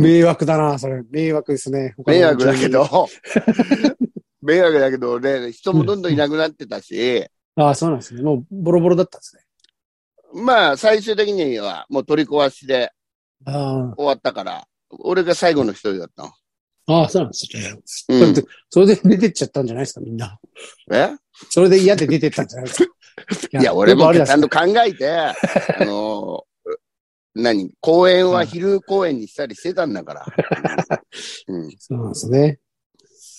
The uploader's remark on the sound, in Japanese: ZOOMで収録